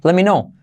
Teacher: Incluso ese let me, dicen let me, sin la T